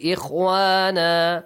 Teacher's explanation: if you stop Tanween is changed to alif mad